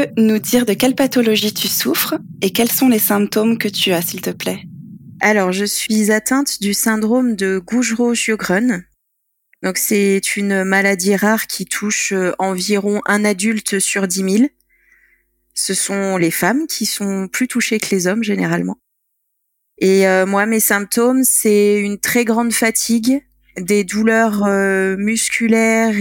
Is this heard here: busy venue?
no